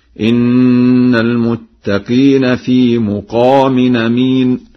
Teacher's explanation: فقد قرأ ورش لفظ مقام بضم الميم هكذا: إن المتقين في مقام أمين.